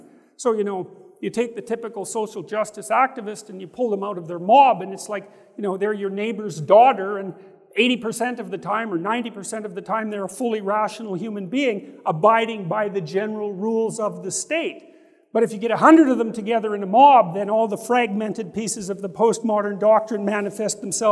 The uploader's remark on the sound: guests gathered at the Sovereign Nations Conference at the Trump International Hotel in Washington, DC